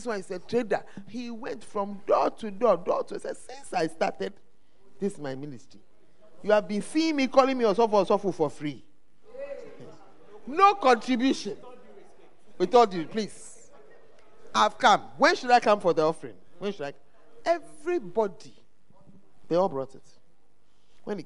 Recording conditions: live audience